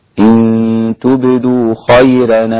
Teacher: رقق ورش الراء وانفرد بها عن سائر القراء في كلمة خيرا